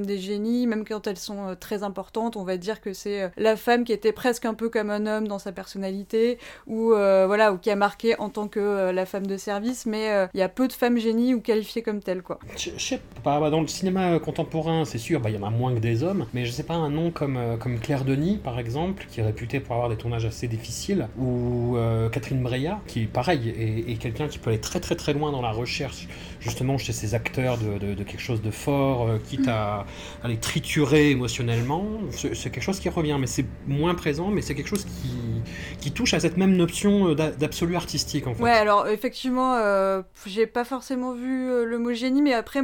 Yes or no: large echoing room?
no